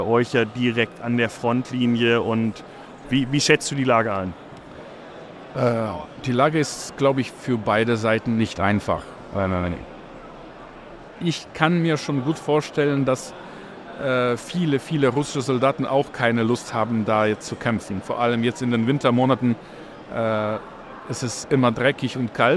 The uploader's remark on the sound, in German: live auf der Agritechnica